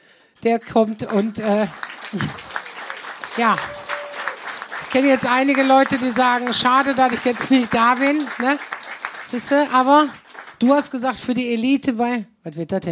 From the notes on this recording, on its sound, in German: Teil des Live-Podcast aus dem Talbahnhof.